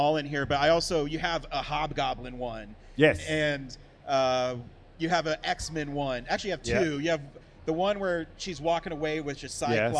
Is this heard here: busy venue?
yes